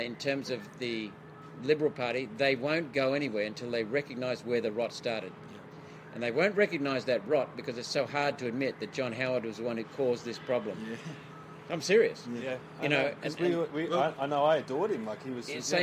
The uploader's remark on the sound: Fired Up at the Friedman Conference. We are at the 2022 ALS Friedman Conference – Australia’s biggest and best pro-liberty conference.